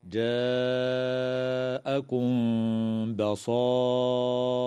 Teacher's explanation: مقدار 4 أو 5 حركات من قبيل المد المتصل، وتخفى الميم الساكنة عند الباء مع الغنة